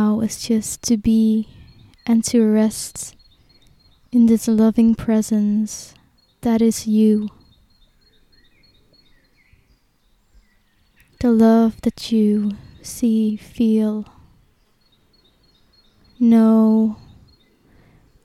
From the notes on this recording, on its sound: Here is a short meditation recorded in nature to still your thoughts and bring you back to peace.